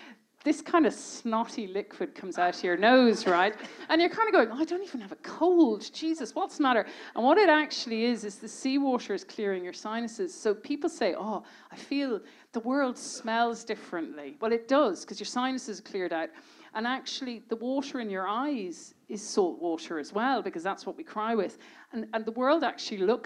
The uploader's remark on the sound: This part one of a live podcast recorded in the (Whale Theatre) in January 2020.